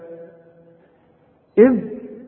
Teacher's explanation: بنسكن الذال وبنطلع لساننا فيها